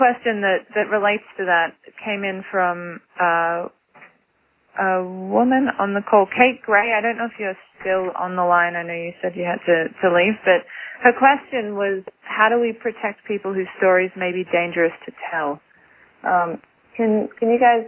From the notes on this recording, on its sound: Call recorded on January 26, 2012.